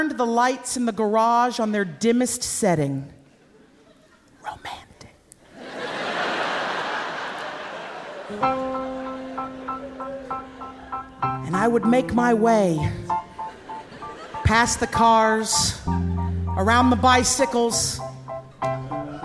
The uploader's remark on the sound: at the Brooklyn Academy of Music